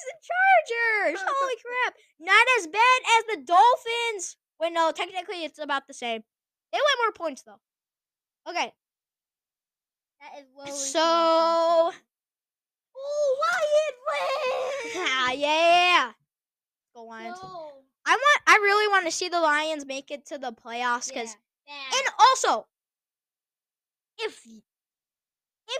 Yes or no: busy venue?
no